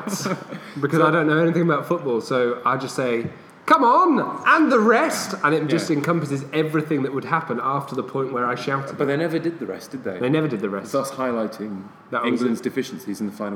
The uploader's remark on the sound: Sorry about the sound quality in the pub.